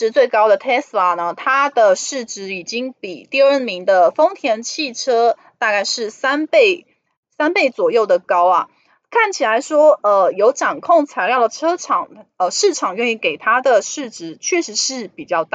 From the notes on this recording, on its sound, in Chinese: 本集有些許雜音，已亟力避免，如有察覺請多多包涵